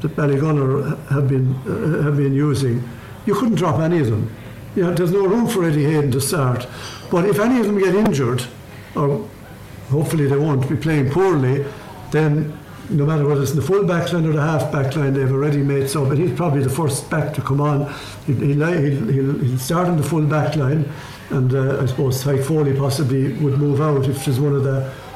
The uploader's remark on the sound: This episode was brought to you live from The Riverside Cottage in Ballygunner Waterford. Live from the Riverside Cottage with a Live audience.